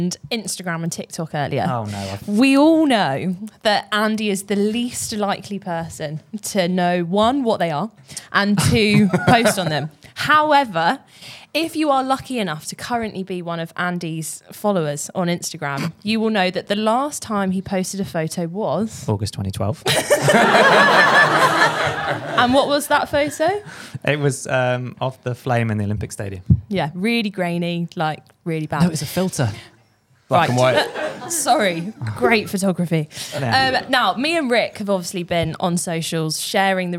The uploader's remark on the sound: Our First Ever LIVE Podcast. LIVE from The Running Channel's first-ever pop-up cafe at the London Marathon.